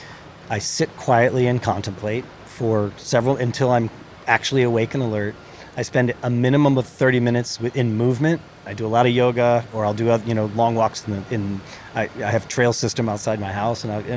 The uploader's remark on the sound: Indie Colorcast Live at The LINE Hotel